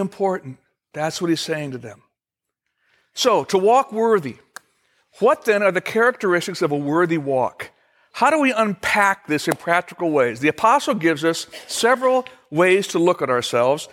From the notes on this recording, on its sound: Originally recorded on March 6, 2016, at Fellowship Missionary Church, Fort Wayne, IN.